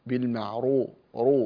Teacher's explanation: فالراء المضمومة مفخمة على رواية قالون بالمعروف، رو فخم الراء إن شاء الله.